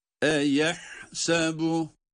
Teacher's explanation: Üstün harekeli olması itibariyle hemzelere e sesi veriyoruz.